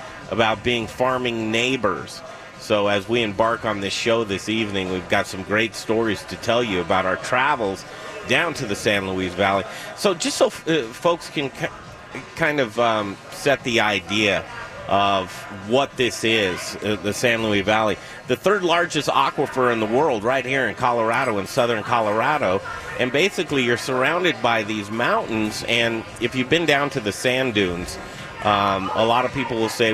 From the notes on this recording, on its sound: Live from Colorado Mountain Brewery in Colorado Springs!